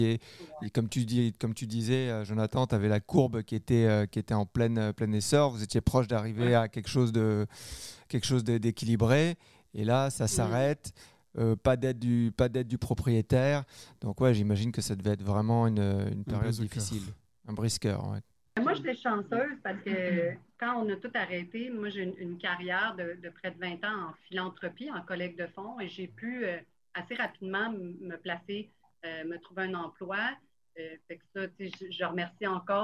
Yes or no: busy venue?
no